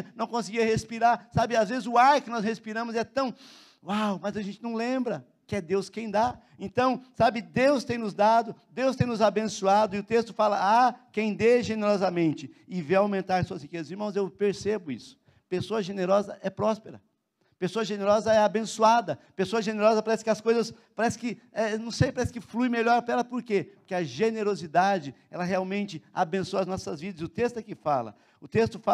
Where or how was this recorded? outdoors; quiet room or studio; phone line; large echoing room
large echoing room